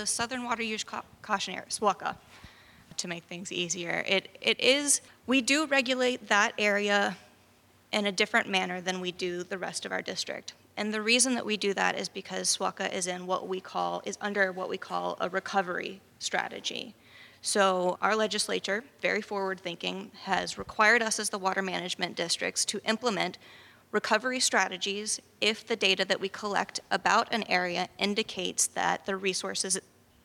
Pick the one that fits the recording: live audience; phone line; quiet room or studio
live audience